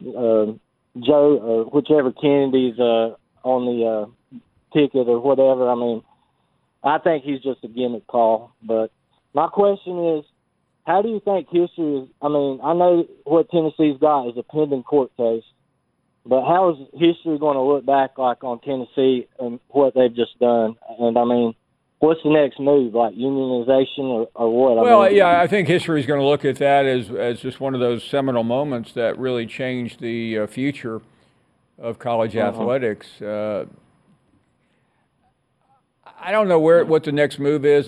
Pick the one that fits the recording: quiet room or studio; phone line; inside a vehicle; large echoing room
phone line